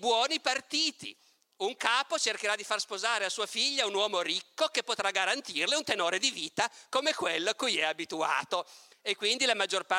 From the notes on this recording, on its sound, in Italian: Tratto dalla conferenza "La civiltà e i selvaggi - Festival di Camogli 2019".